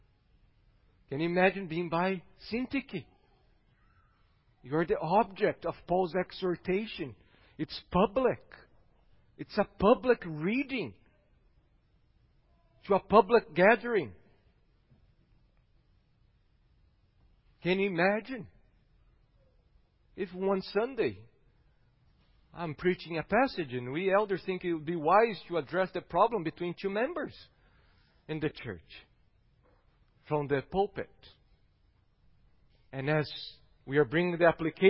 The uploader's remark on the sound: Sermon preached. At Gracious Cross Reformed Church Salem.